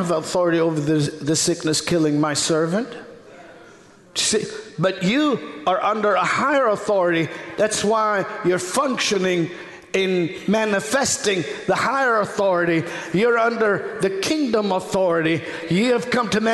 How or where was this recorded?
large echoing room